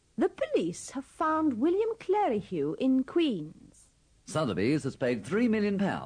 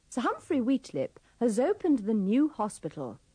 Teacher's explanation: The V of have is pronounced with the sound of the F in fat, and S in has is pronounced with the sound of the S at the beginning of sit. · Shown in: first take